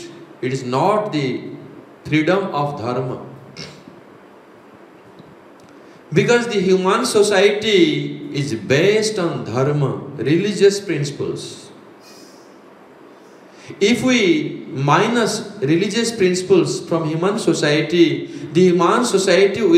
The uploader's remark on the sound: Live from 'Radha Govinda Asram', Radhakund